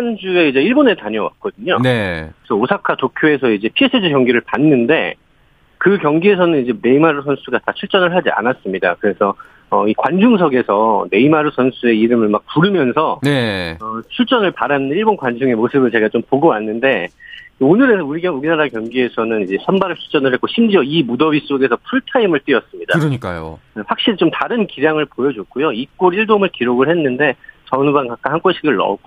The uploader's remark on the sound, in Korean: 현장 취재기. 전화연결.